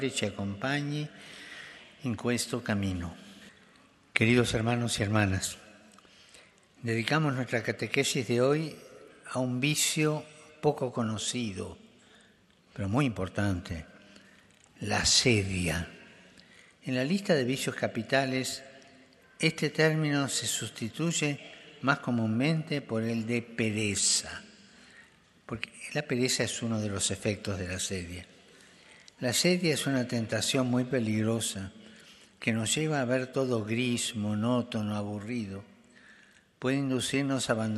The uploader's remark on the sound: FROM THE PAULVI HALL